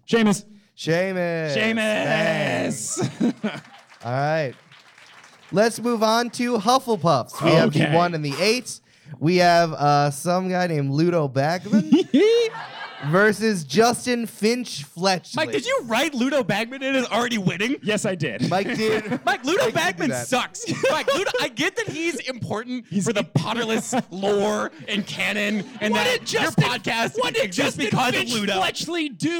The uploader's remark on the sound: Live from Houston, TX.